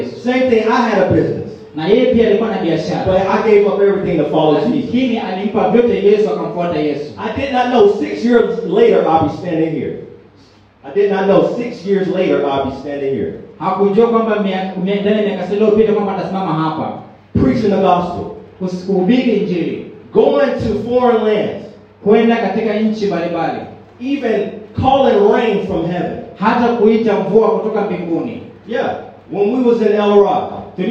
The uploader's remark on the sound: preached at a great church in Zanzibar, Tanzania